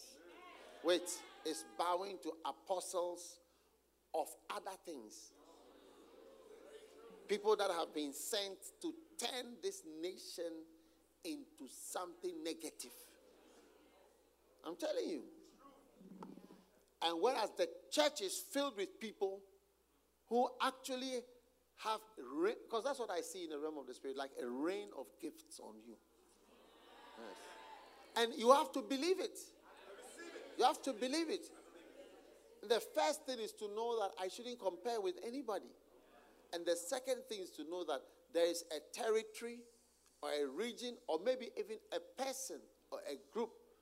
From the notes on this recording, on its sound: Preached at the Use It or Lose It Camp, USA.